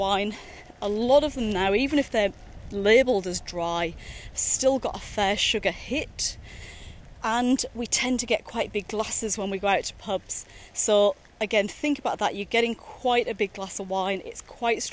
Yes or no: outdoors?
yes